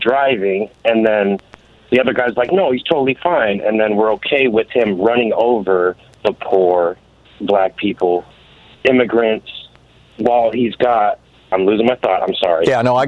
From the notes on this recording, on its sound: Listeners call